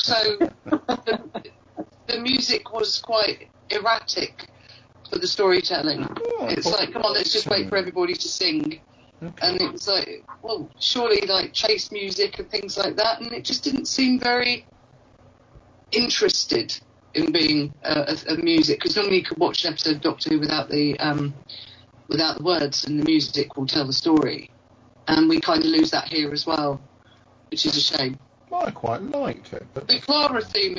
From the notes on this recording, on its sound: Sorry for the terrible sound, there was a major technical cock-up.